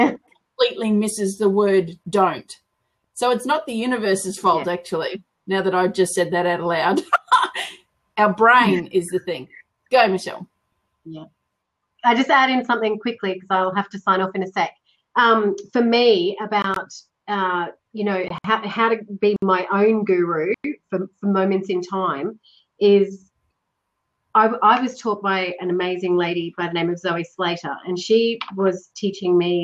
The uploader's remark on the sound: A blab recording